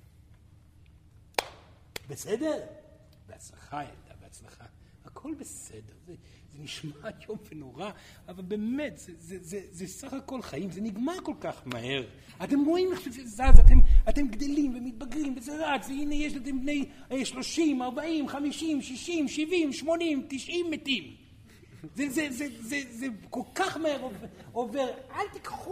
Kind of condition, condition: setting, live audience